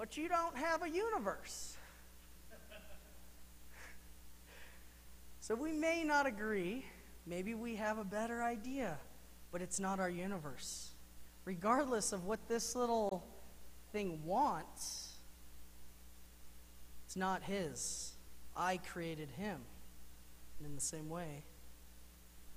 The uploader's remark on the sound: Mt. Zion Church Live!